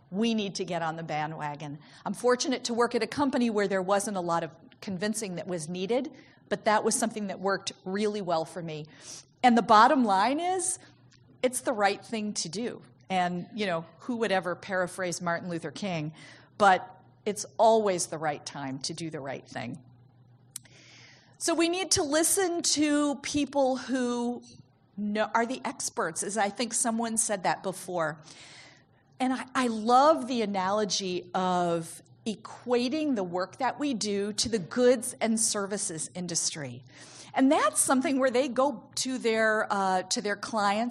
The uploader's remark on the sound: In this talk from the 5th annual Patients as Partners US conference